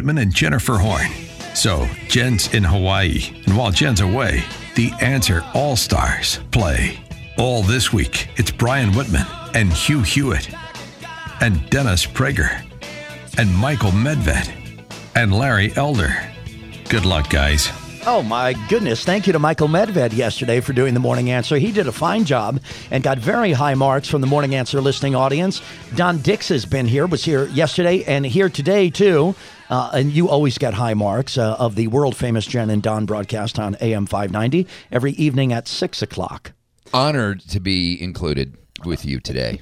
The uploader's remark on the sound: Opened the phone lines to our listeners